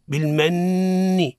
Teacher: شددها وتظهر الغنة بمقدار ألف · Term: إظهار الغنة